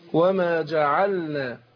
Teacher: أظهر اللام في لام الفعل